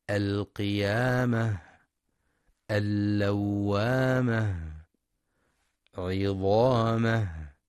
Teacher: وينتبه القارئ لهمس الهاء في رؤوس الآيات المختومة بحرف الهاء نحو القيامة، اللوامة، عظامة، لأن الهاء تخرج من أقصى الحلق، وجميع صفات الهاء ضعيفة، لذلك تحتاج لجهد لبيانها ووضوحها.